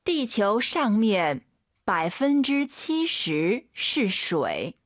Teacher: UI 사이에 에 넣으세요. 슈이가 아니라 쉐이.